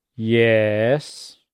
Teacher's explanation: That is the third tone in Chinese, a falling, rising tone, the exasperated teacher's tone.